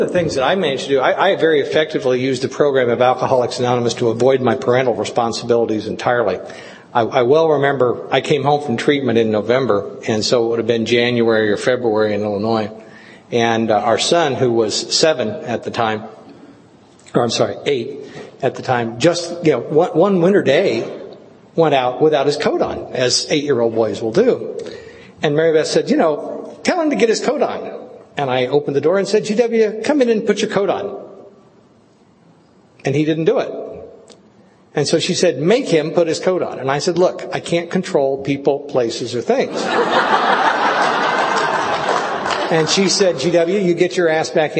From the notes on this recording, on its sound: In this recording from an IDAA (International Doctors in AA) conference in 2004